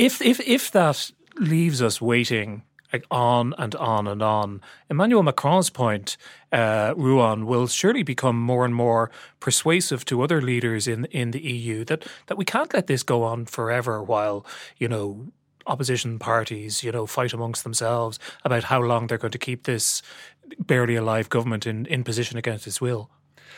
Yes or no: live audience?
no